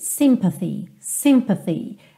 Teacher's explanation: A sílaba tônica é a primeira.